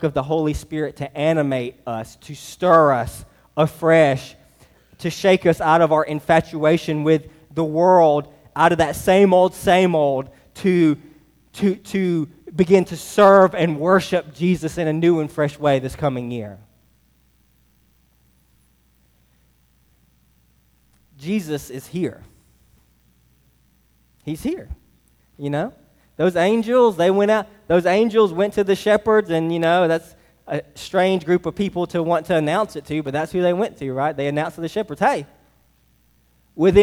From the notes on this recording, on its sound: Delivered on 12/24/23 at Hillside Baptist Church in Eastman, GA.